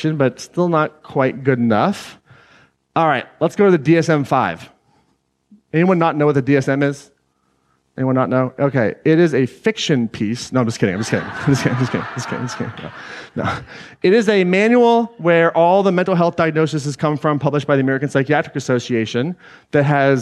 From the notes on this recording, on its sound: Today’s episode is an excerpt taken from Claim Your Power Live Atlanta 2019.